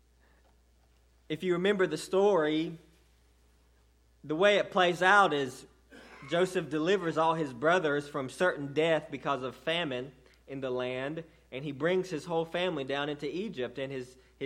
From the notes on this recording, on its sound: delivered to Cottondale Baptist Church in Eastman, GA on 6/3/18